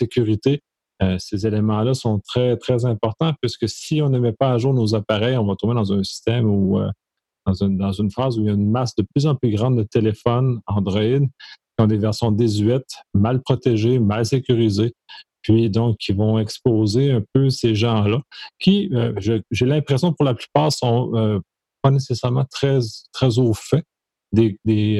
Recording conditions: video call